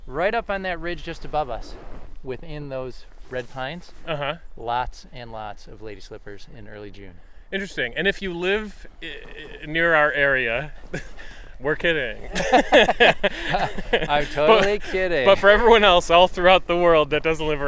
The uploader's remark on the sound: This episode was recorded on January 22, 2022 at Chestnut Ridge County Park in Orchard Park, NY.